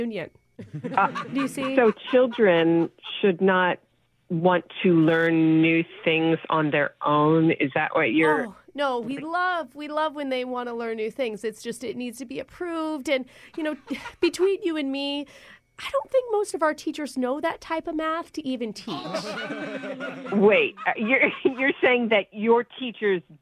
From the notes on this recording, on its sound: Phone Tap